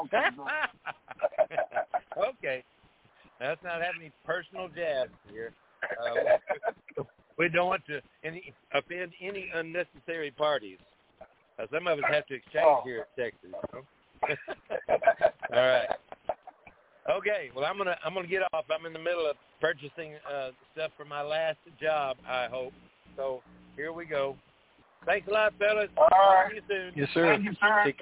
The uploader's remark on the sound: TNTSuperfantastic Conference Call.